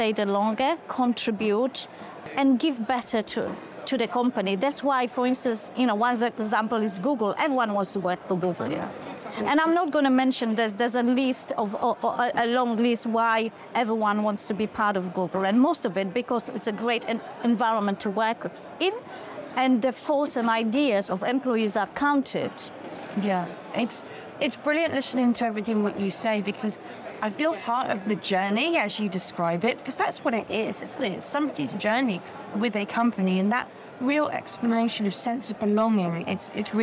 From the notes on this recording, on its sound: live from FinTech Connect